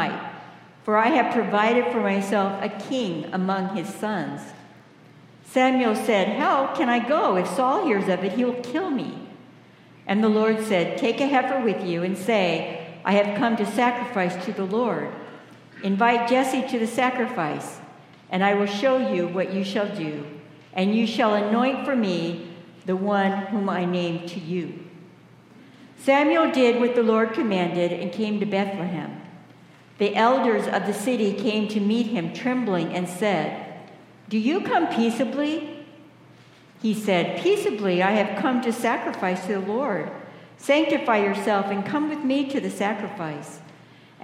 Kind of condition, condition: setting, large echoing room